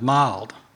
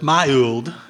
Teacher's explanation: how little Arkansans explode and articulate their diphthongs when they sing · Shown in: second take